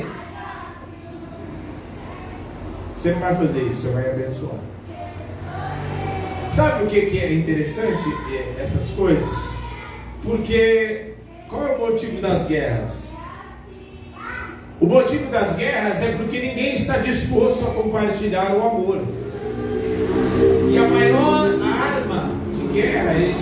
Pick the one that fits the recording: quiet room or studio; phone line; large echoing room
large echoing room